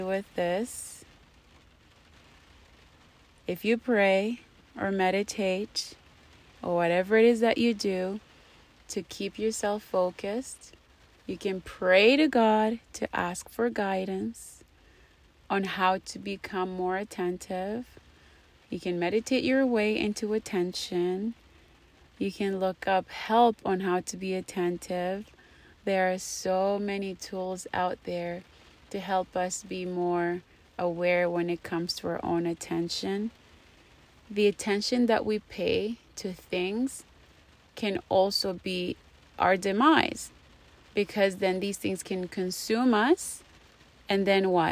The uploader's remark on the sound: I recorded while it was raining thinking it was a good idea, you be the judge. I'm iffy about the sound quality.